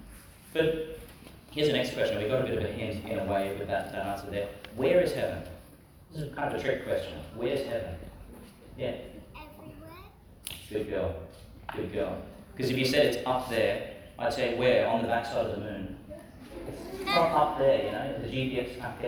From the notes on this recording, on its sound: delivered at St John the Baptist Primary School, Gladstone, Qld.